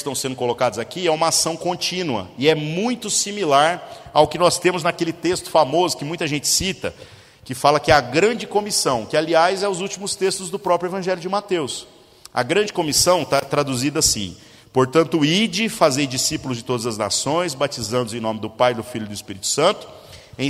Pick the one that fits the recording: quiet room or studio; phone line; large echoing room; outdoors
large echoing room